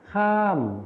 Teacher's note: ในภาษาถิ่นอีสานนะคะจะไม่ออกเสียงคำควบกล้ำรอเรือรอลิงและวอแหวนแต่จะออกเสียงเป็นพยัญชนะต้นเดียว